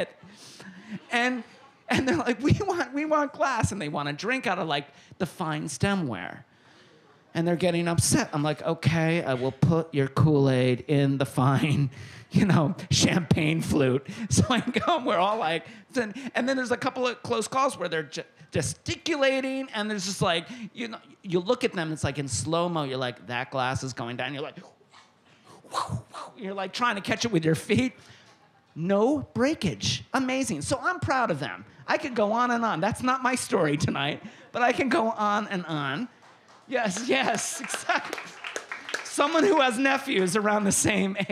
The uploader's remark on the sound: These stories were told and recorded in front of a live audience on June 24th, 2018 at The Well Tavern in Wellfleet, Cape Cod, Massachusetts.